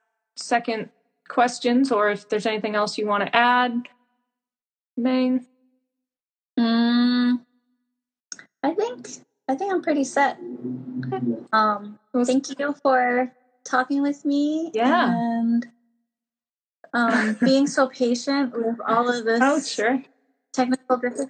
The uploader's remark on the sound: This episode has a few technical difficulties but if you can bear with us through some audio problems